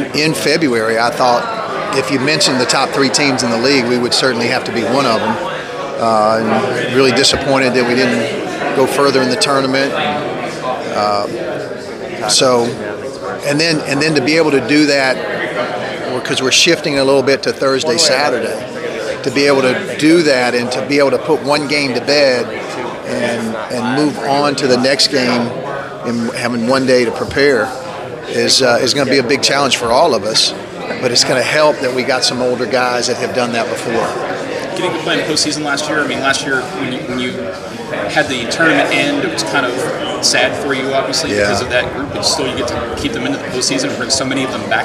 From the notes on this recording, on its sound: at 2019 Big South Media Day